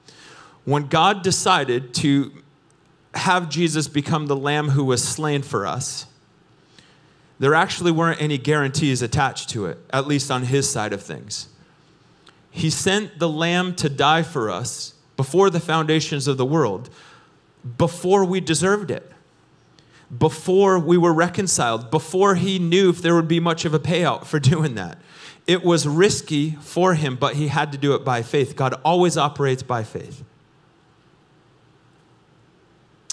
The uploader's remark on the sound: Recorded sunday evening service at Reunion Hawaii.